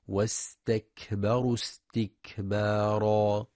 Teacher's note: يراعي همس وشدة الكاف في واستكبروا استكبارا.